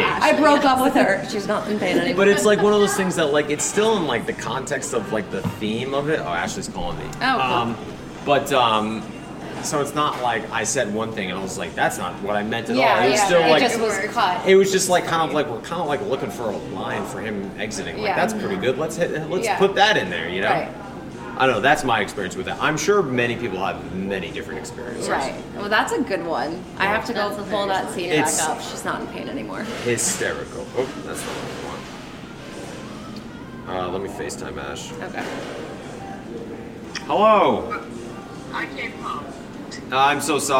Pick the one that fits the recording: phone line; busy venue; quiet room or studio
busy venue